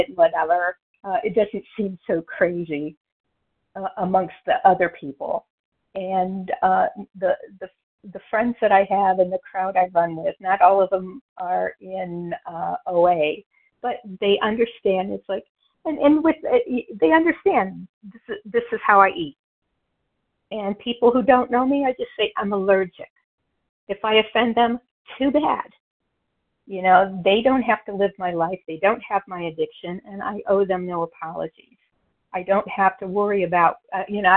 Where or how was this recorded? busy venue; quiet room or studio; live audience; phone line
phone line